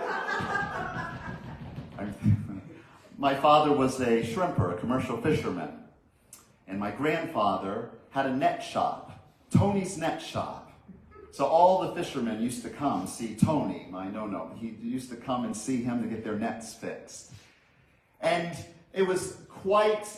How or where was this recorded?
large echoing room